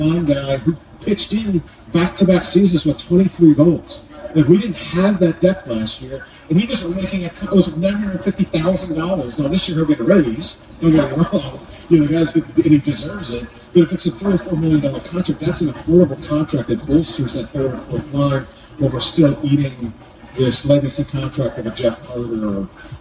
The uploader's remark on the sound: Draft 412 LIVE at Caliente Pizza & Draft House. Draft 412's second LIVE podcast.